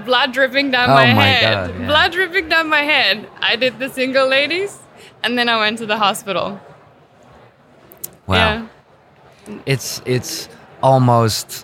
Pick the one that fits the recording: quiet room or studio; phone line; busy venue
busy venue